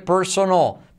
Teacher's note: R genérica, se come la vocal delante